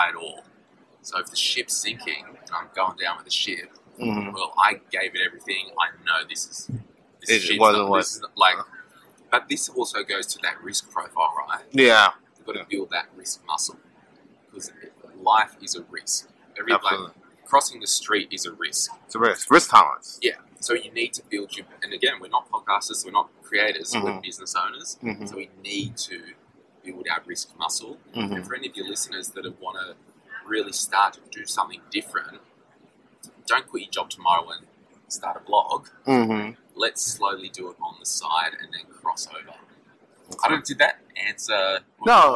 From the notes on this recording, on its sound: This episode was done live at Fincon so you might have a little background noise, but it should be audible.